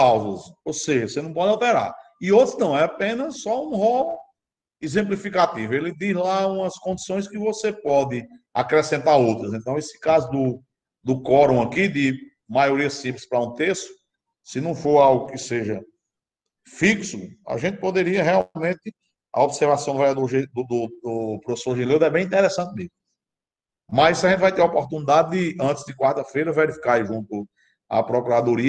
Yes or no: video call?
yes